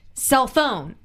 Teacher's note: you put the emphasis on phone instead of cell